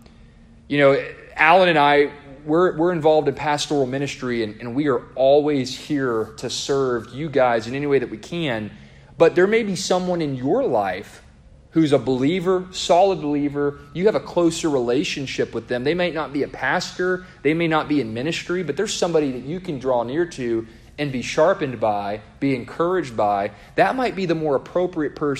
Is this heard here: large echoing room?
yes